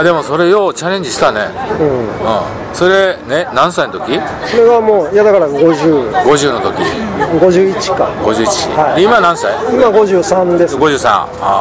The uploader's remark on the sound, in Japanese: 岡山駅前のイオンのスタバにて